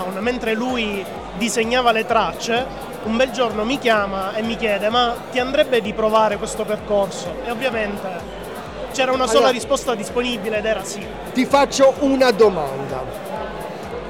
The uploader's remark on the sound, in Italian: Quasi Live da Upcycle Trail Weekend. Registrato ad inizio Novembre all'Upcycle Trail Week End, il luogo ed evento che consideriamo un po' come casa.